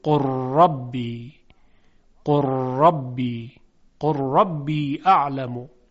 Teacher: از موارد ادغام متقاربین یکی ادغام لام در حرف را هست که در قرآن چندین مورد از اون وجود داره، مانند قل ربی، لام لام ساکن در حرف را ادغام میشه